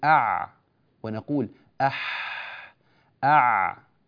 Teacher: العين من وسط الحلق وكذلك الحاء